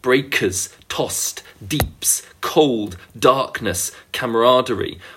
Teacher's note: the sounds of this opening stanza is filled with these plosives, the T, the K sounds